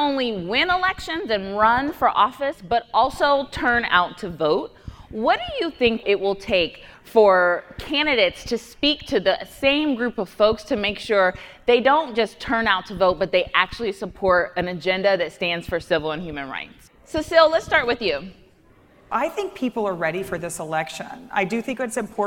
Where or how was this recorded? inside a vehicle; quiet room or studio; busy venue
busy venue